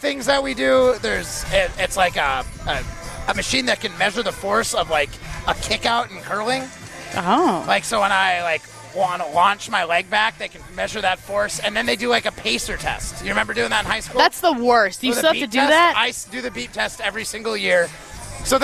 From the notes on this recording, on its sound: live from Lake Windsor Country Club